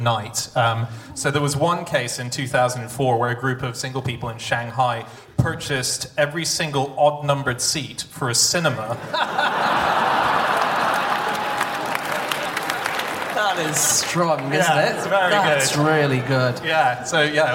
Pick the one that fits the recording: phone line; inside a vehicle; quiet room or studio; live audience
live audience